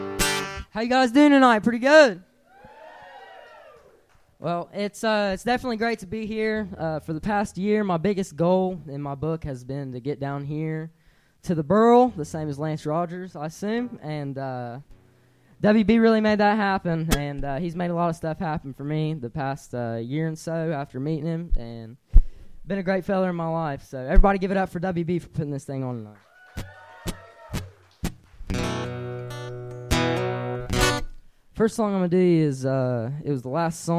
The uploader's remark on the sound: Live At The Burl – Lexington, KY.